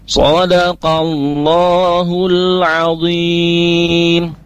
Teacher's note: usahakan yang kalimat zi-nya, zot yang kasrohnya itu tebal